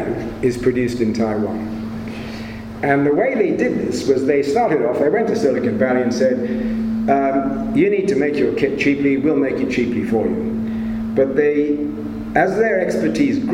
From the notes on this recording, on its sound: It was recorded at a Cymmrodorion event in January 2018.